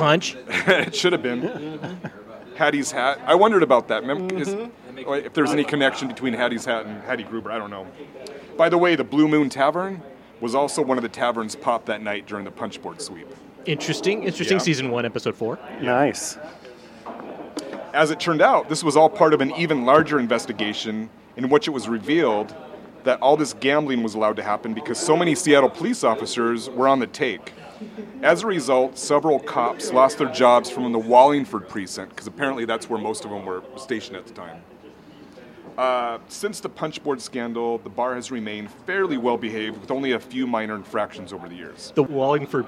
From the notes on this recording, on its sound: Recorded live at Duchess Tavern in Ravenna where belligerent Huskies and an occasional mass murderer are known to hang out. Recorded live at Duchess Tavern on 01/02/2022.